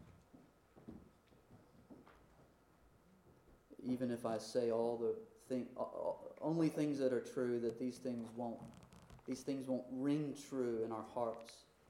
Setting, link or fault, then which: fault, uneven or low level